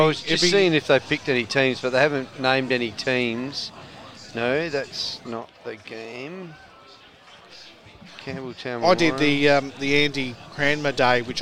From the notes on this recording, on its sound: At the Greyhounds Racing SA for the SACUSA (South Australian Cricket, Umpires & Scorers Association) night at the Dogs. Live outside broadcast.